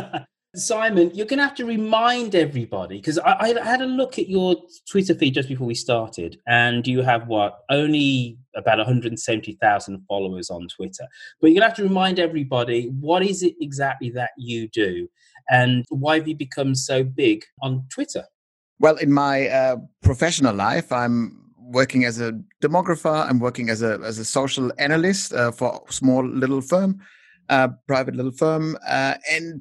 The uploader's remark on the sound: MC-13 Map Corner "live". Have a Zoom chat. 10 listeners give us their audio postcards.